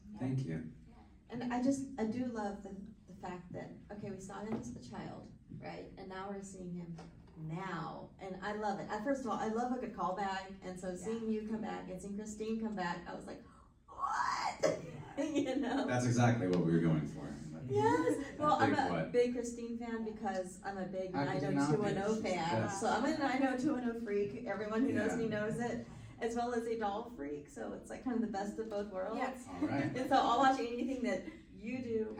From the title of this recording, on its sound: panel at Days of the Dead Chicago on November 19, 2021